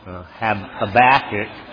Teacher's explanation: We will put the accent on the second syllable, Habakkuk, primarily.